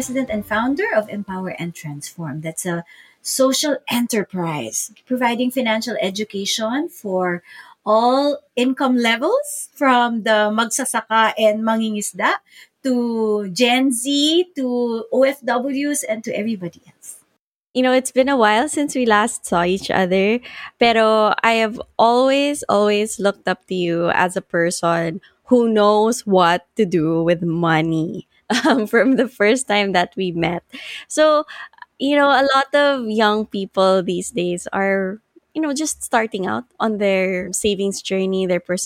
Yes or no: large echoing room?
no